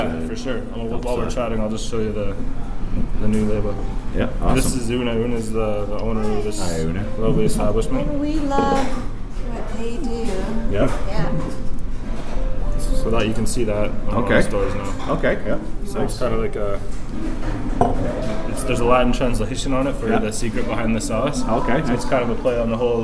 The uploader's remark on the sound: We recorded this episode in Canmore, AB at Where The Buffalo Roam Saloon at 626 8th St.